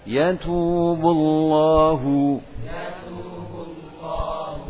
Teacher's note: Ketika kita mengelafatkan bu, maka bibir kita kita majukan ke depan. Namun ketika sudah sampai ke lam, maka posisi bibir yang maju tadi itu sudah kembali pada posisi semula.